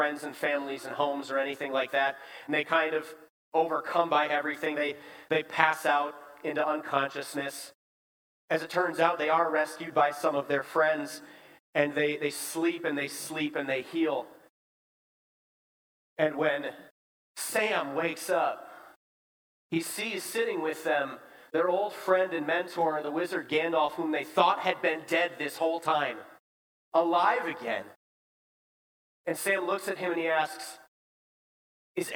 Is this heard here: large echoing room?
yes